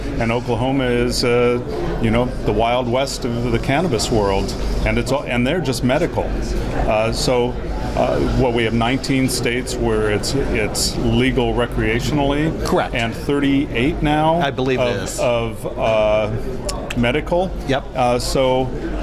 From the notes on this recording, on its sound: at the RSPA Conference